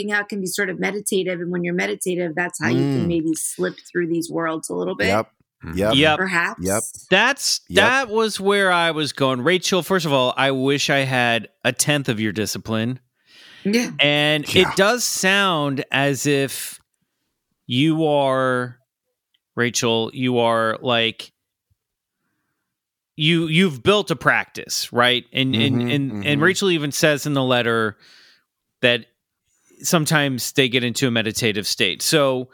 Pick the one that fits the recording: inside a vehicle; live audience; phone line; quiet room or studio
quiet room or studio